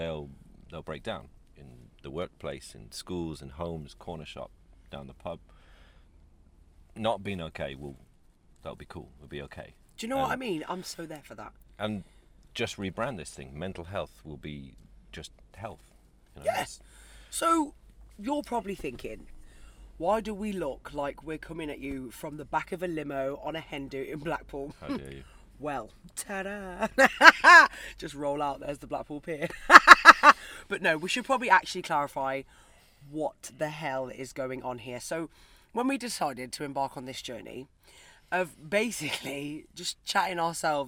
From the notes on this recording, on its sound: Trapped in a Van in McDonalds Carpark.